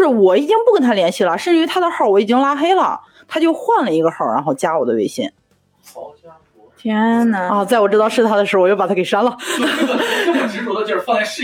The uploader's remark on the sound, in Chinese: 本期两位主播请来两位女性嘉宾。但是录制时发生意外，音质欠佳。